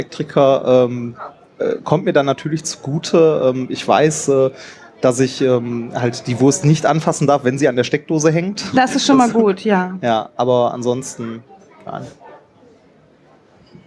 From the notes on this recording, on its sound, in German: 33c3-sendezentrum. Live vom 33C3.